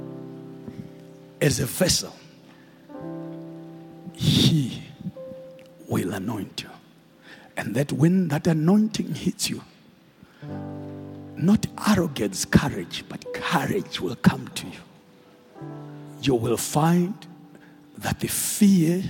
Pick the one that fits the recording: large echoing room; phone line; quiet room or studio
large echoing room